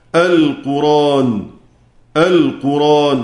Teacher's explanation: حرك الساكن اللي هو الراء بحركة الهمزة ثم حذف الهمزة